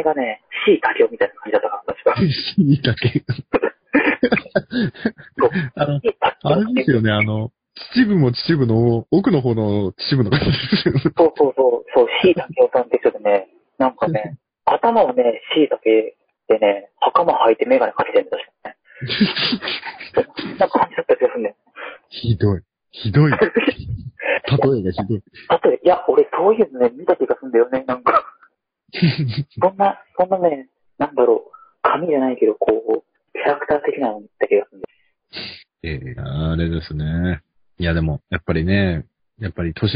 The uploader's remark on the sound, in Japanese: 今回は、音質がすこし悪くなってます。